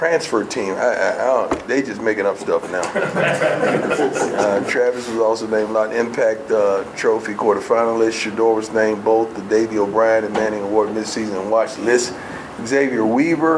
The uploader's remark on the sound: comments to the media during his weekly press conference in the Champions Center